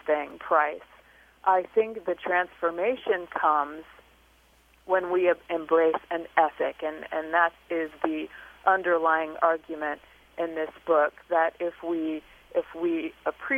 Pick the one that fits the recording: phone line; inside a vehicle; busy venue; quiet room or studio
phone line